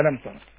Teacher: الميم اللي عليها السكون لا تغن. ألم. ألم ترى مش ألم وتجني فيها.